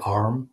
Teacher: Most Scottish accents are rhotic, where they do pronounce the R in a word like arm, it'd be arm with a R.